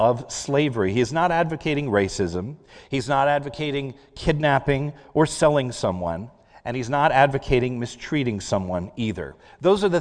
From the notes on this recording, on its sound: This is a sermon recorded live at the Lebanon Bible Fellowship Church in Lebanon, PA. During the morning service.